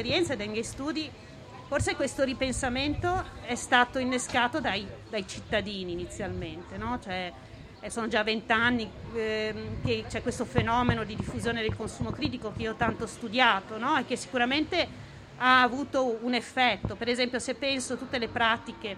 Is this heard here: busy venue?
yes